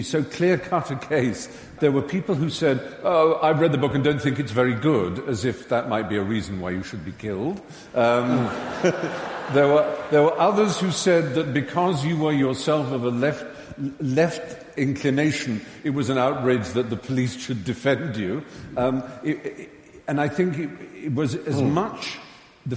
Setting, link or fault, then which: setting, live audience